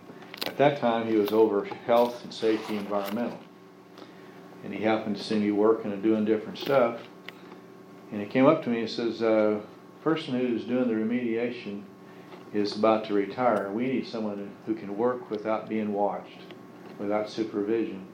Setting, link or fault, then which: setting, large echoing room